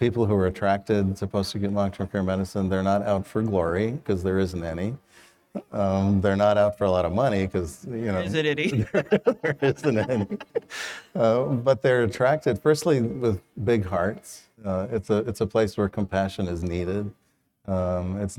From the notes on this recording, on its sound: Interview at PALTC23. Recorded (in front of a live audience).